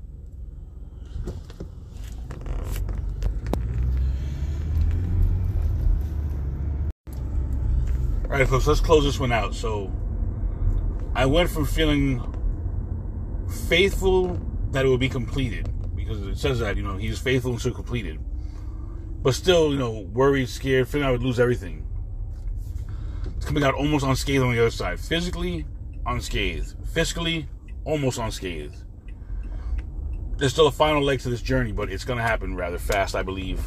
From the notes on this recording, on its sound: In this CarCast